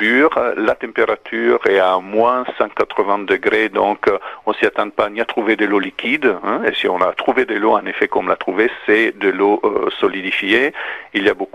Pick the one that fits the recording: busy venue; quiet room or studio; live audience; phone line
phone line